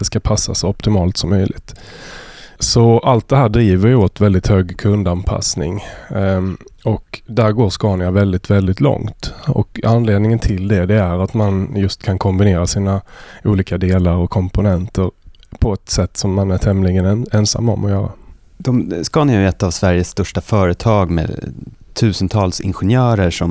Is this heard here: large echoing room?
no